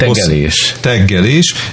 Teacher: Mondják egyébként hosszú G-vel is, hogy teggelés.